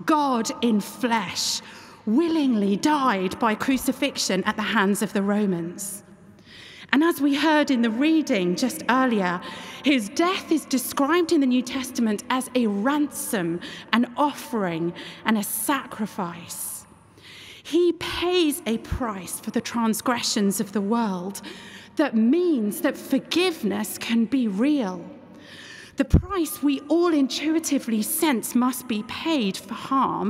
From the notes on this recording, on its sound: keynote address at the 2023 National Parliamentary Prayer Breakfast in Westminster Hall, London on Tuesday 27 June 2023